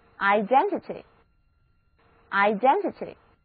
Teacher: 结尾字母 y 的发音是短而急促的 i,重音在第二个音节